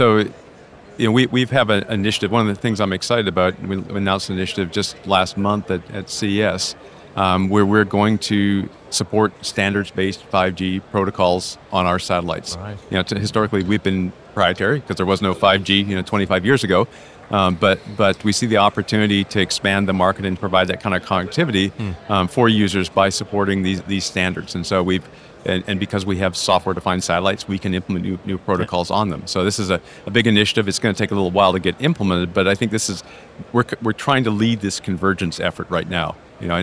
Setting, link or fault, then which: setting, busy venue